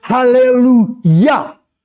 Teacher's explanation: The emphasis is not on the lu, it's on the yah. It's on the name of God.